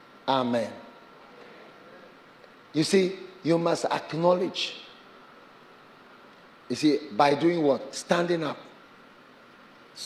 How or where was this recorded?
large echoing room